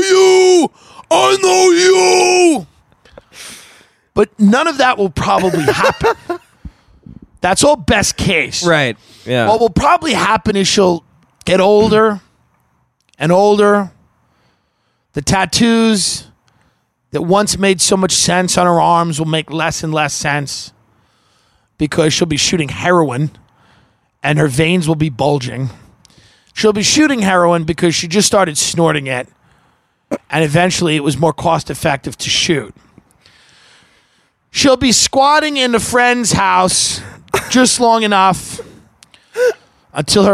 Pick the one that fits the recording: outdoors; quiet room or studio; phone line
outdoors